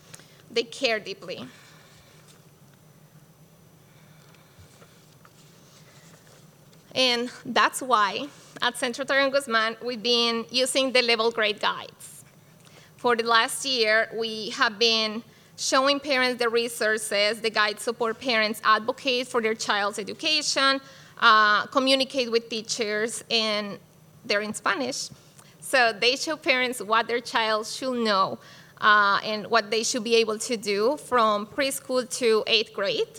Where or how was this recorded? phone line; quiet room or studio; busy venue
busy venue